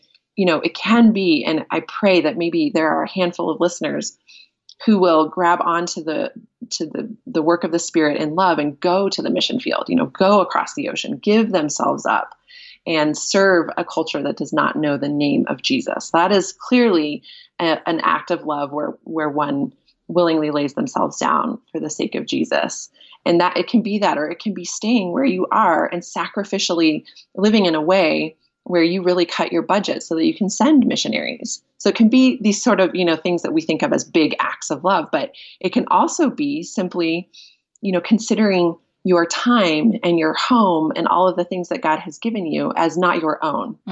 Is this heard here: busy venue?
no